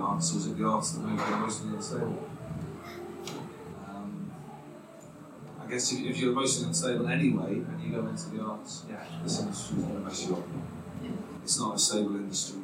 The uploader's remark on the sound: We bring you the best bits from our second LIVE panel event. This event was recorded at Singeasy in Piano Works West End on Sunday 26th May.